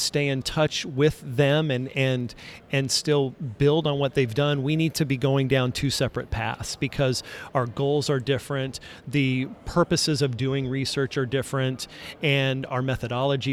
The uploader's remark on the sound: In this Episode recorded live from the floor of CRC.